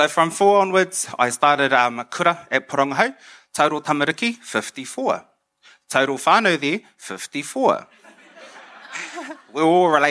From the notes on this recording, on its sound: took the stage at our Real Talk Mō Ngā Rangatahi event in Ahuriri in Napier